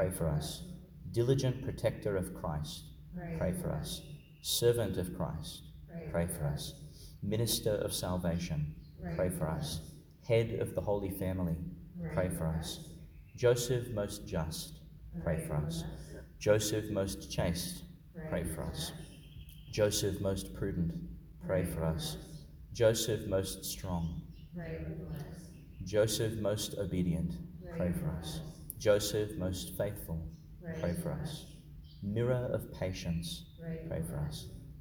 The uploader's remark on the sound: delivered in Our Lady Star of the Sea, Gladstone, Qld.